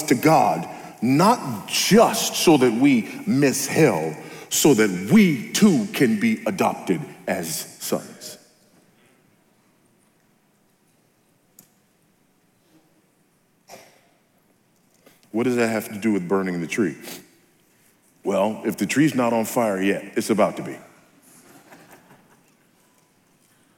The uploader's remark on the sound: at the Founders “The Only God” national conference in Southwest Florida